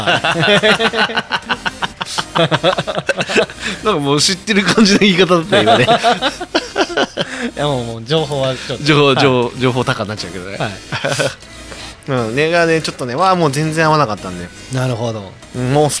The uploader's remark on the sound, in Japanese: 東海市富木島町、聖地「とんちんかん」で収録！お酒を呑みながらおじさんが喋るラジオ。